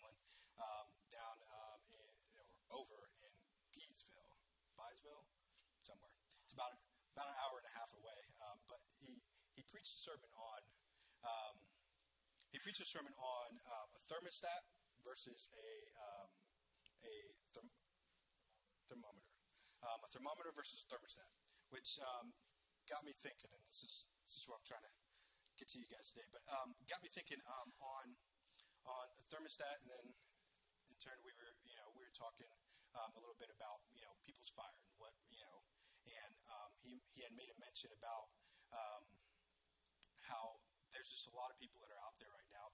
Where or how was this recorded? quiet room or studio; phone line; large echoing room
large echoing room